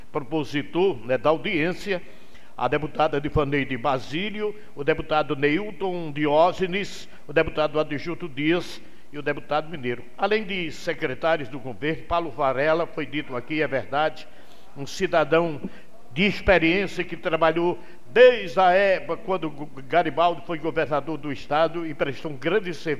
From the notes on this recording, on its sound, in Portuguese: 02ª Sessão Ordinária de 2023 do Poder Legislativo do município de Jardim do Seridó/RN. Transmitido ao vivo no dia 06 de março de 2023, diretamente do Plenário Dr. Manoel de Medeiros Brito, anexo I da Câmara Municipal.